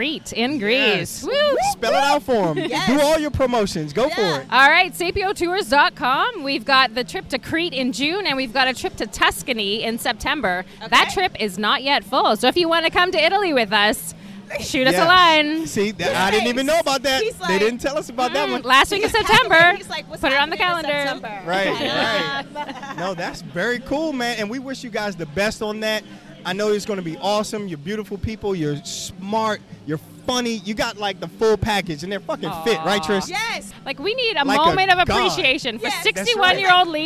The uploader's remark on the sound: This is a collection of LIVE poolside. LIVE poolside "How You Feelin'?!" comment from a few of our sexy friends at Hedonism Resort during Casual Swinger Week!